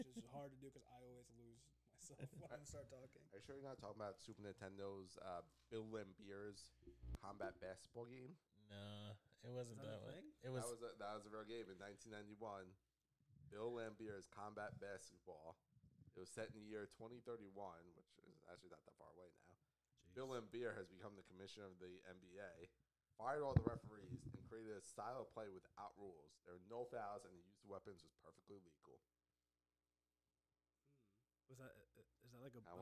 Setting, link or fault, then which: fault, uneven or low level